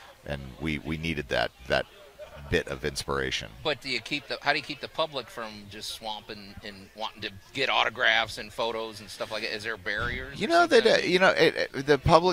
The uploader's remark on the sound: out on location at the 2023 Cooper-Young Festival